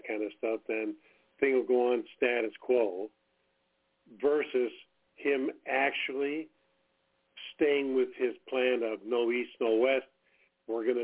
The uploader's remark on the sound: TNTSuperfantastic Conference Call.